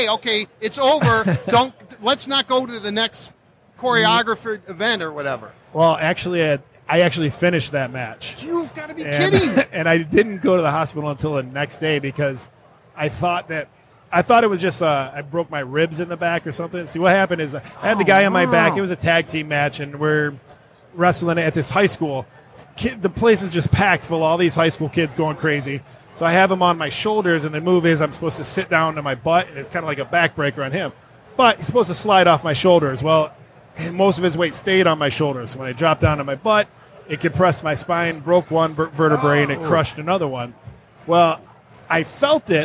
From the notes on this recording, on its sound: Live from Motor City Comic Con